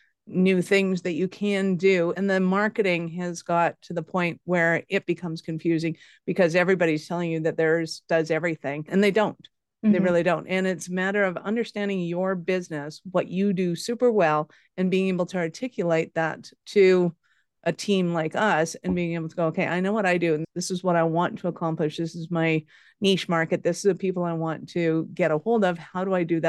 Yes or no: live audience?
no